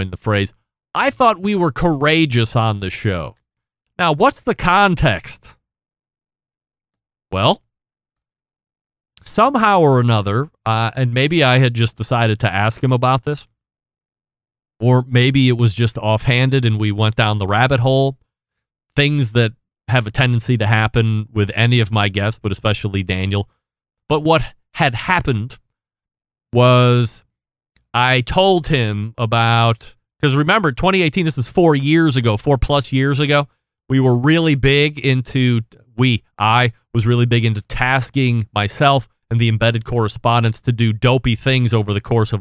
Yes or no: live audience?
no